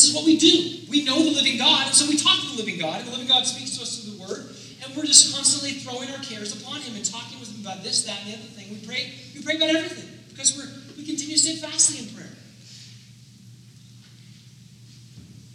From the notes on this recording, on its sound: Due to some technical difficulties, we want to apologize for the poor audio quality in this week's sermon.